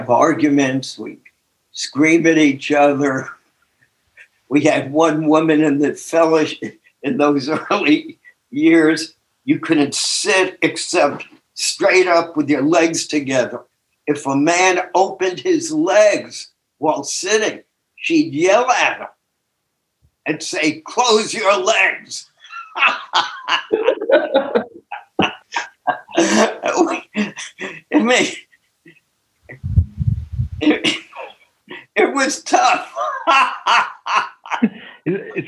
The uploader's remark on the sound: took us on a zoom journey